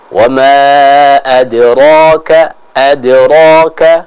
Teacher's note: Memiliki sifat qalqalah, sehingga ada suara yang kita pantulkan dalam mengucapkan huruf dal yang sukun tersebut